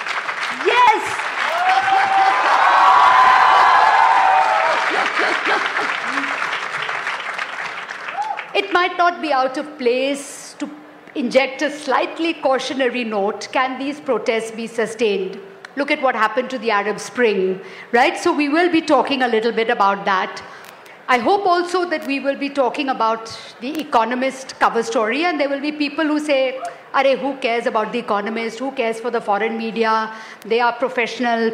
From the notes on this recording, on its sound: A live session from #JaipurLitFest2020.